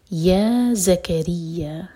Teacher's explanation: یہاں پر ز buzzing sound کے ساتھ، اور یا زکریہ یہ ہے چار حرکہ لمبا، کیونکہ نیکسٹ ورڈ جو ہے حمزہ سے شروع ہو رہا ہے، یہ ہے مد منفصل.